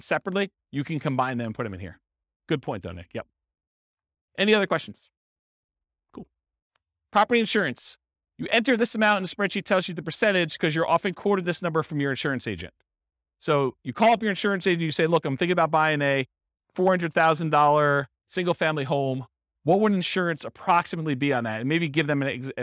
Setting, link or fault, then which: setting, live audience